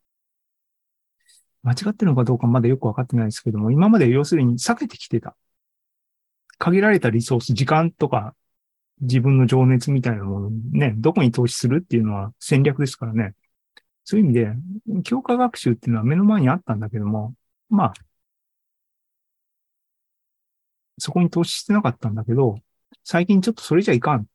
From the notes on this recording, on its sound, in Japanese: ２０２３年６月２４日に開催した ZOOMライブの模様です。